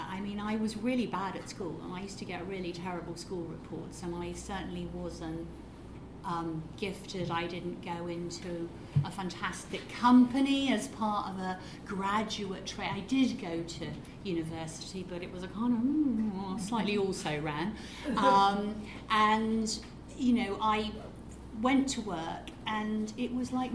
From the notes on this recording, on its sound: We headed up to Liverpool to co-host a live panel discussion with The Women's Organisation.